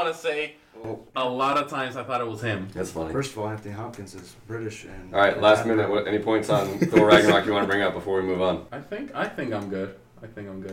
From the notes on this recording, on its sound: New microphones, microphones fucking up. We have a new microphone for this episode but unfortunately it was our first time testing out. It's not the best of quality.